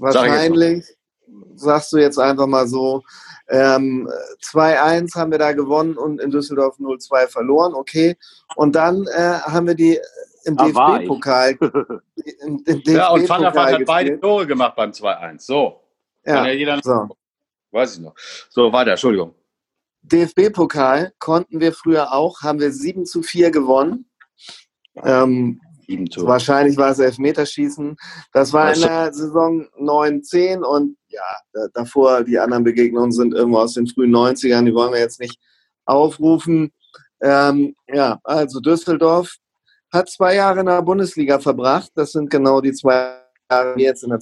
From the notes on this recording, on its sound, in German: Aus Gründen ist diese Folge wieder mit Zoom aufgenommen und weil wir die Zeitbegrenzung von 45 Minuten verpennt haben, gibt es auch nur ne halbe Abmoderation.